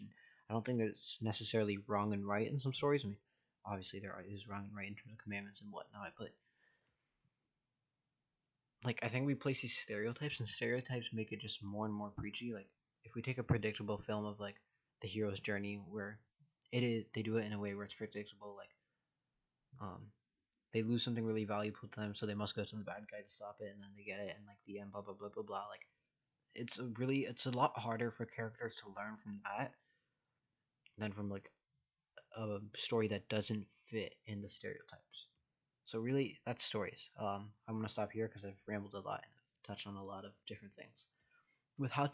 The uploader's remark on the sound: Sorry for the mic quality, better one on the way.